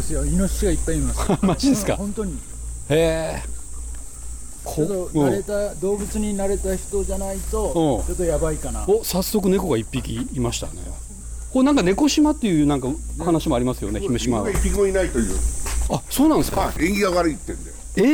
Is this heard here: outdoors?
yes